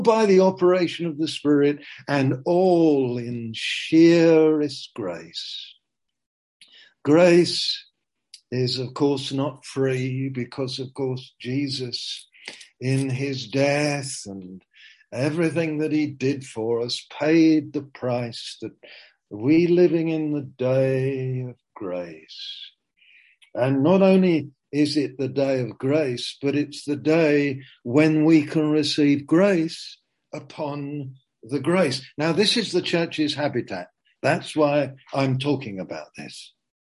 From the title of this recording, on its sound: Zoom - Teign Valley Sessions